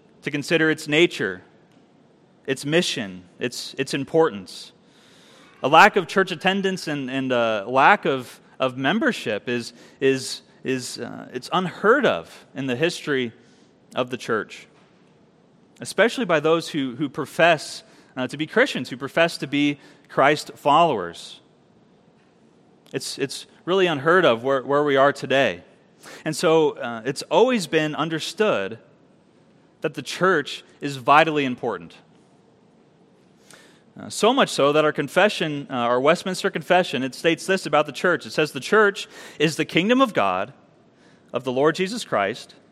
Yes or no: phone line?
no